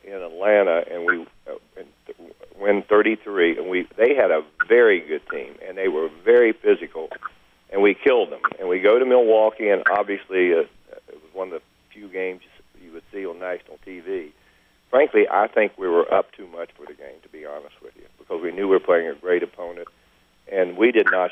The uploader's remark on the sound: Conference Call (3/21/13)